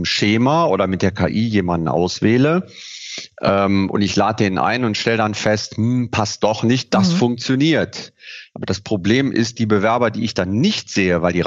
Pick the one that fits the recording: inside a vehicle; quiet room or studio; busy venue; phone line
quiet room or studio